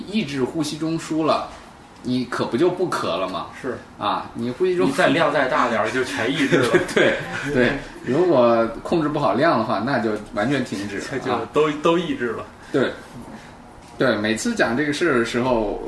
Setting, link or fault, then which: fault, background noise